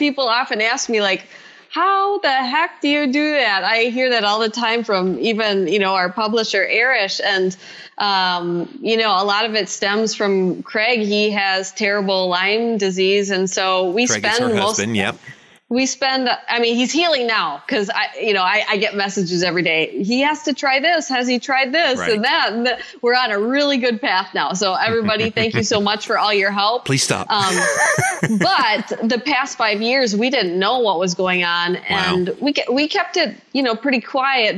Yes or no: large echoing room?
no